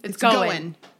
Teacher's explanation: In a word that ends with ing, they'll drop off the G.